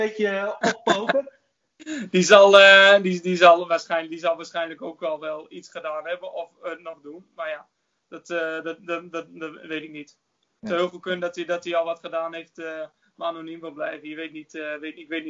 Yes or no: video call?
yes